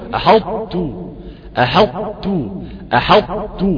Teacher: أنت هتجيب لي إطباق الطاء وترقيق التاء في الرفعة لسان واحدة